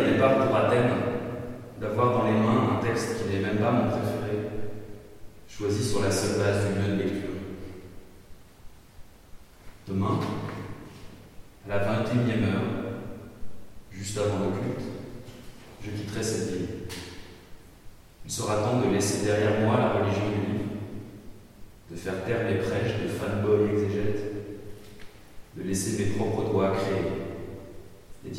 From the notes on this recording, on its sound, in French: performance nocturne dans l'abbatiale de Romainmôtier, lors des 24 heures de lecture, le 14 septembre 2019